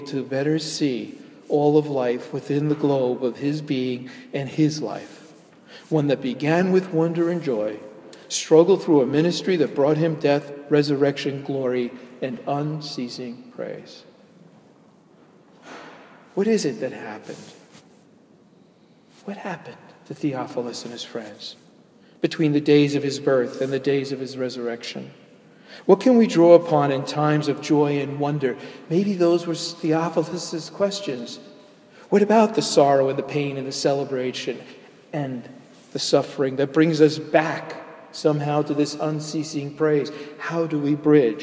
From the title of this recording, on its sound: delivered at Jan Hus Presbyterian Church, NYC